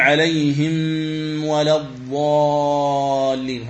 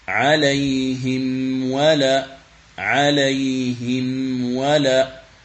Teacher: أن تظهر الميم ثم تنطق بعدها بالواو · Shown in: second take · Term: الإظهار